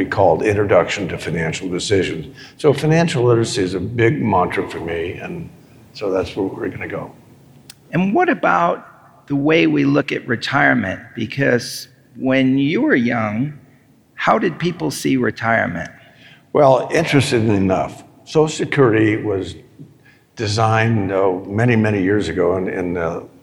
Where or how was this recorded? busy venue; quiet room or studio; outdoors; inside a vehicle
busy venue